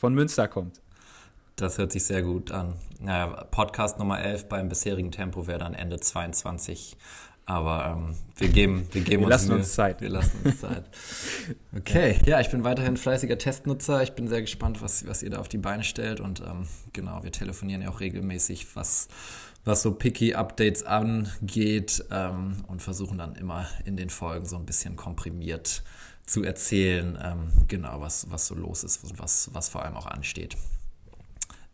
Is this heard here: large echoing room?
no